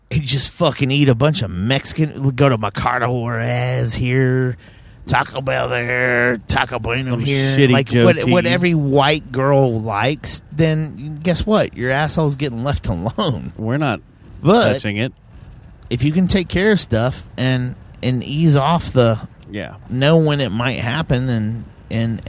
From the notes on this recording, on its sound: It’s one of those rare Tuesdays where a big show comes into town and we do the podcast while driving down the freeway.